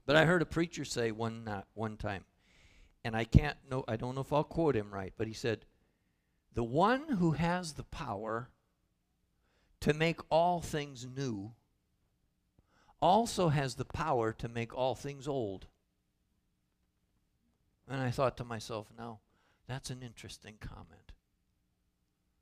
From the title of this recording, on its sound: Calvary Assembly of God live Stream